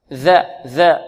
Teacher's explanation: وعندنا هذه ذال، والذال تخرج من طرف اللسان مع طرف الثنايا العليا